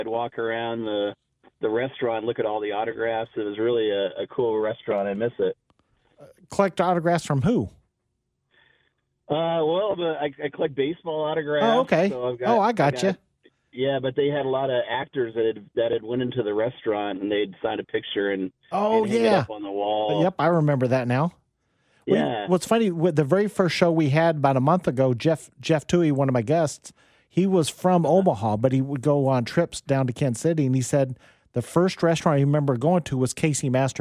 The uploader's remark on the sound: go 100% with the phone and text line